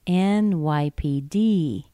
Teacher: Start in the middle, drop down, go back up again.